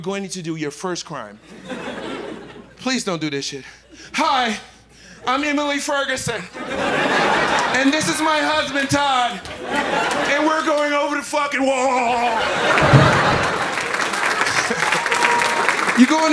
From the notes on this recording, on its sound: Live from Tribeca